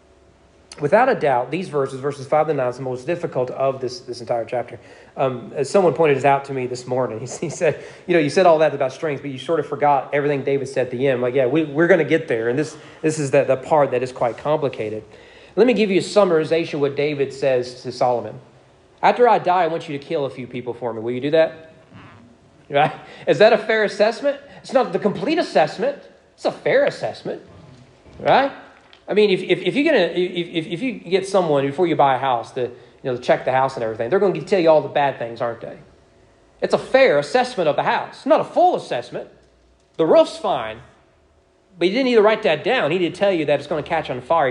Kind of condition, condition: setting, large echoing room